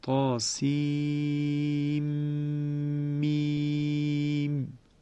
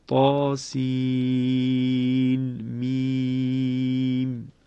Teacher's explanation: طبق روایت حفص اینجا ادغام صورت میگیره، قاسیم میم، یعنی نون انتهای حرف سین از بین میرود و میم اول حرف مقطعه بعدی در واقع مشدد میشود · Shown in: first take · بزی که یکی از راویان ابن کثیر هست در اینجا همانند حفص عمل کرده است، یعنی بزی هم به همین شکل ادغام کرده، اما راوی دیگر ابن کثیر یعنی قنبل اینجا را به اظهار خوانده است، یعنی حرف نون در انتهای کلمه سین و همینطور میم در ابتدای حرف مقطعه بعدی را از هم تفکیک کرده